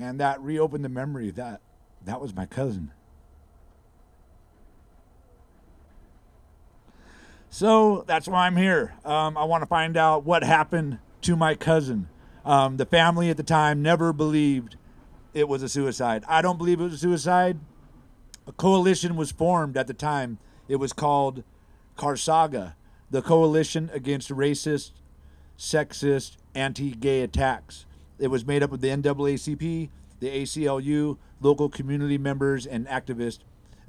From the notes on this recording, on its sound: Sounds from the 2023 Memorial Walk for Justice for Timothy Charles Lee. Near the Concord BART station. We’ll hear some voices from the Memorial event.